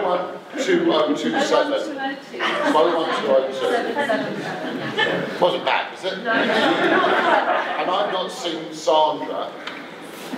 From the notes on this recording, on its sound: a 'live' Q &